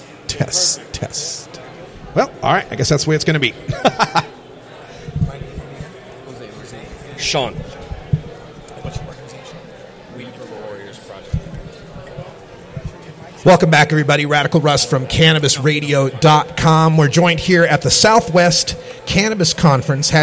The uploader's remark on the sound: Live from Southwest Cannabis Conference